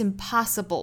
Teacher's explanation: 元音更倾向于是发成一个啊的发音，很像我们汉语那个啊的那个音哈，当然口型要更大一些